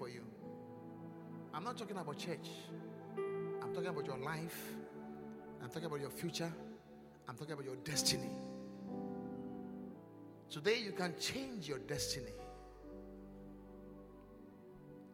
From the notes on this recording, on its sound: Encounter Service. Preached at the Qodesh.